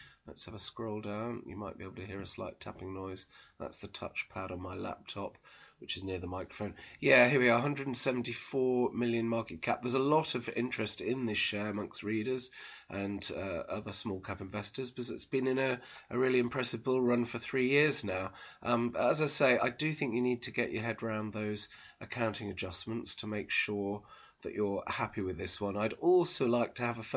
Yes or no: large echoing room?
no